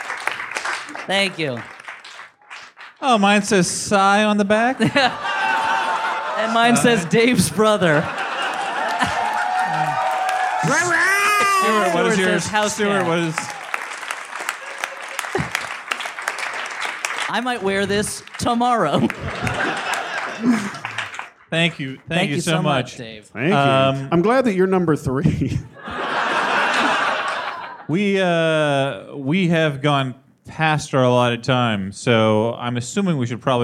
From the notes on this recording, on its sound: Recorded on 1/9/2015 in front of a live, sold out crowd in The Bell House in Gowanus, Brooklyn.